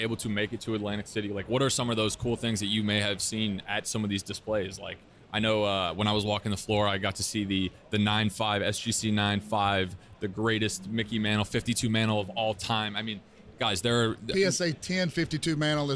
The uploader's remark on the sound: LIVE from the 2022 National. Recording straight from the 2022 National.